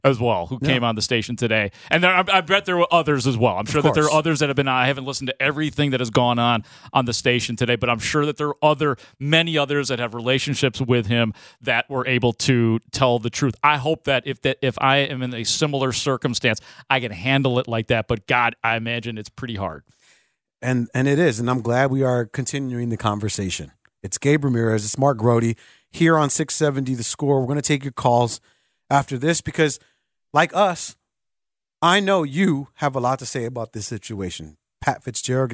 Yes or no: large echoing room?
no